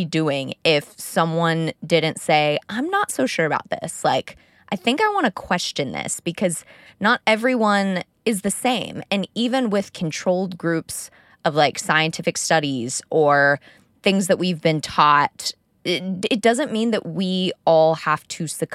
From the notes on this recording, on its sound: Talk with me in my car